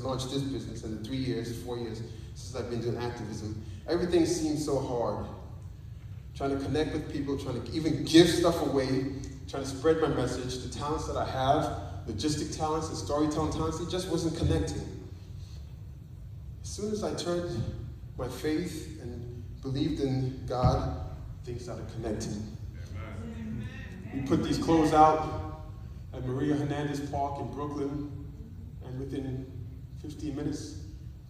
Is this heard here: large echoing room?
yes